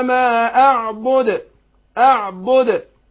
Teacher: قلقلتها الدال وقريبه للفتح · Term: القلقلة